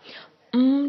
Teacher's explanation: 双唇闭合，舌头平放，震动声带，气息由鼻腔出来 · Term: 鼻音